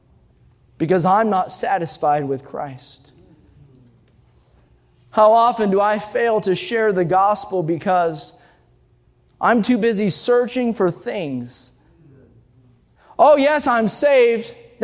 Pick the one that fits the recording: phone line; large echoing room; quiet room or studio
large echoing room